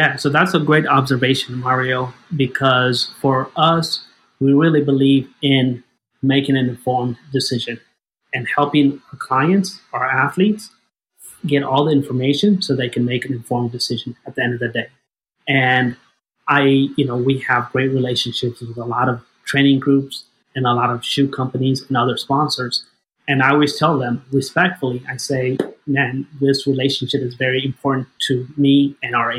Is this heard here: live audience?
no